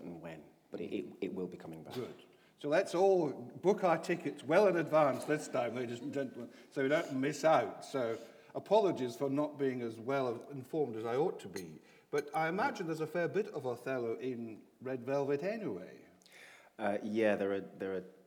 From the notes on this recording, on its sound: This is a recording of a live Platform event from June 2013.